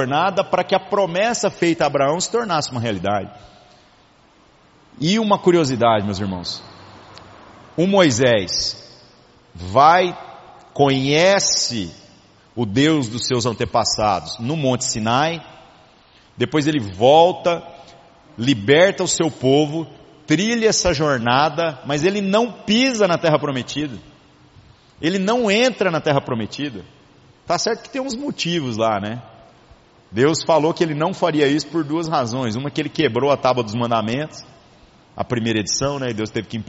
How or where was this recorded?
large echoing room